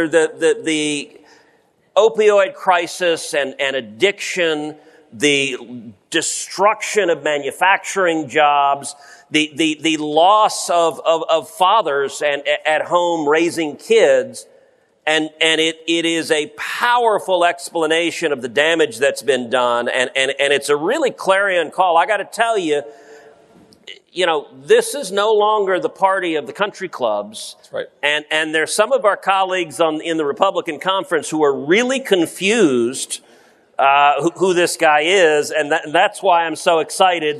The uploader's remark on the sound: Live at CPAC